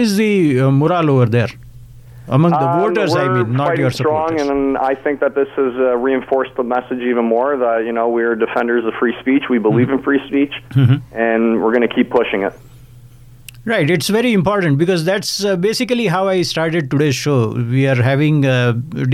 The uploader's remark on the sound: He called into my talk show Mid Day Matters to provide details. This segment aired live on the day the writ was dropped.